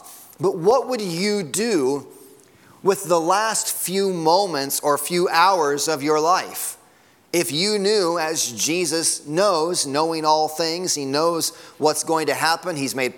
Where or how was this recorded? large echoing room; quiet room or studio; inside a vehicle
large echoing room